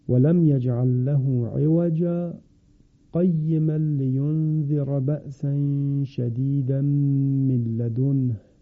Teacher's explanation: دقت فرمودید در انتهای آیه اول کلمه عوجا دارای تنوین هست، عوجن هست، اما وقتی ما سکت میکنیم باید اون تنوین تبدیل بشود به حرف مدی و در واقع وصل با فاصله کوتاه صورت میگیره